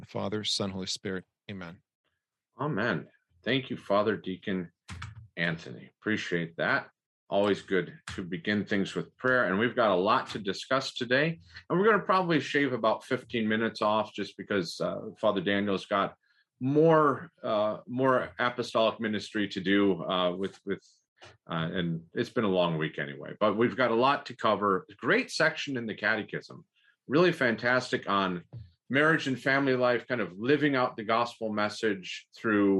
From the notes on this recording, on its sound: This is a recording of the eleventh webinar in the Becoming Byzantine series